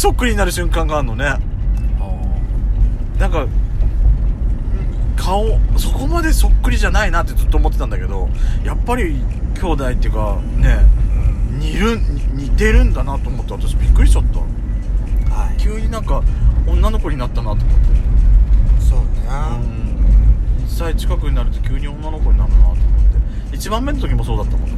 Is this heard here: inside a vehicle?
yes